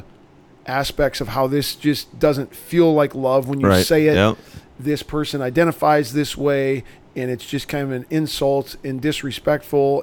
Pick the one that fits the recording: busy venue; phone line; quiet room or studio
busy venue